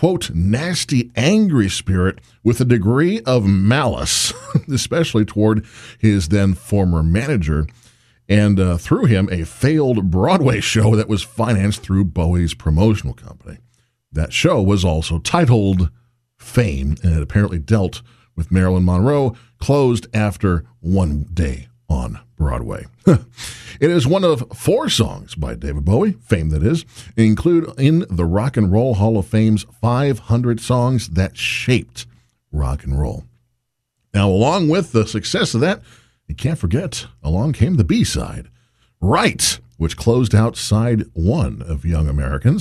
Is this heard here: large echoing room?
no